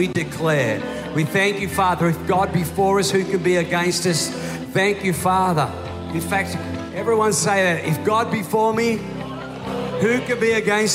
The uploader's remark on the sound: This was recorded in our 9am service on the 1st of Januray, 2023